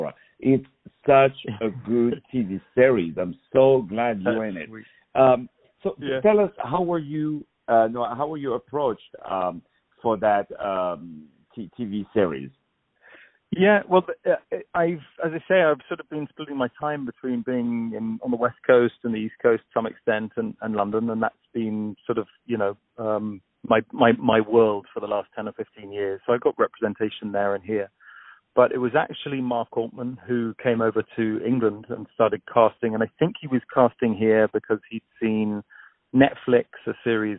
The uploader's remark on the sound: On the phone